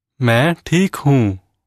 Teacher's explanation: Notice the emphasis on the first word.